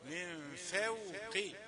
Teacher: رقق الفاء لترقق الواو بعدها، من فوق، فوق الفاء مرققة والواو مرققة والقاف مفخمة في آخر درجات التفخيم، من فوق رؤوسهم.